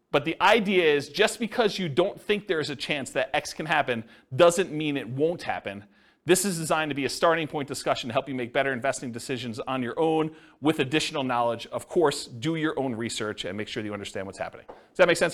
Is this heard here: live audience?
yes